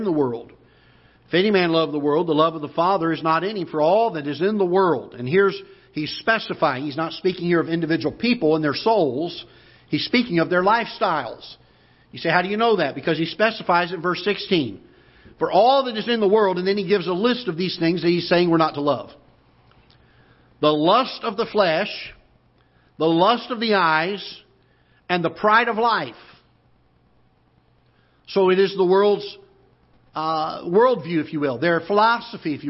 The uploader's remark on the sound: Ketha Heights Baptist Church ~ Live Broadcast